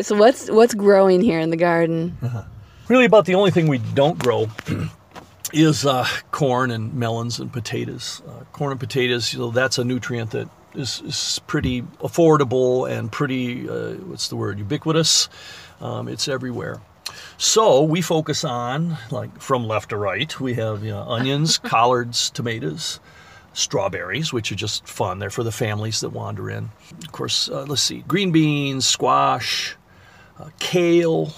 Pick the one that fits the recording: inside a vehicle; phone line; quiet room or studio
inside a vehicle